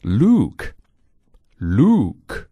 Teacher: 我们的舌后面拱起来贴近上颚，口型也相对较小，在舌头和上颚中间的位置非常小，我们发出来的是 look, look,我的舌头后面是拱起来的哟,look, look,所以这个音会显得往里收，而 look 显得是往外去，一个外向，一个内向。这两个音啊，不光是我们中国人很难区分，什么哥伦比亚人呢、西班牙人呢，他们更难区分。比如说在美剧《摩登家庭》里面就有这么一个笑话，那里有一个西班牙语母语的人，他说 look 和 look 的时候区分不开，然后 look 是个人名，而 look 是看，所以每次他说 look 让你看的时